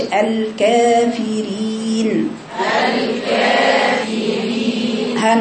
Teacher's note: هميل عند الياء لأن ورش بيقرأها بالتقليل